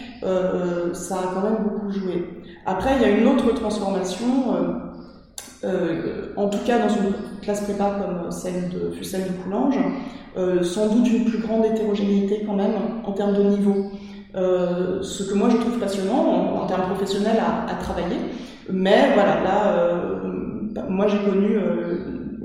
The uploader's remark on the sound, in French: Nous avons enregistré cet épisode au sein d’une salle de classe, et nos voix résonnent quelque peu, je m’en excuse d’avance ! Nous avions changé de salle justement pour pallier à cet inconvénient, en nous installant dans une salle plus petite pour éviter tout écho … Eh bien, c’est raté.